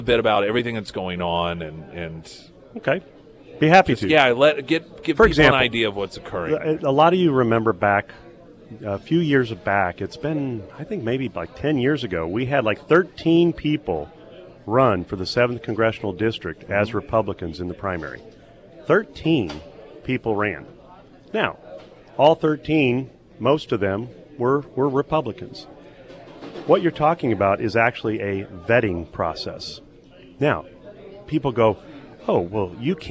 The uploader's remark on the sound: live at Scramblers Diner.